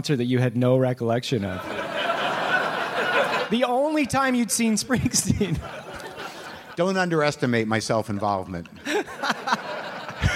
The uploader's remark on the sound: Live from the Now Hear This Festival